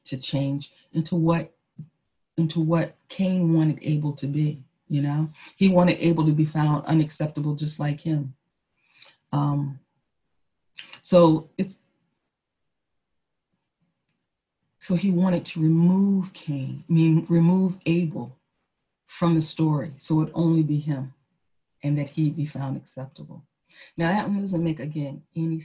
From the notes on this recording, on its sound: Our zoom streamed service